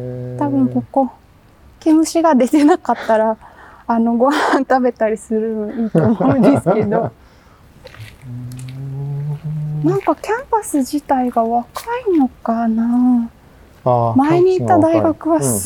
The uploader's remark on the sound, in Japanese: 誰かと散歩しながら収録しております。ちょうど夏休みの静かな弘前大学のキャンパスをおしゃべりしながら散歩。